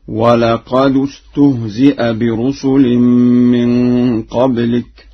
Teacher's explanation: قرأها ورش بضم الدال في لفظ قد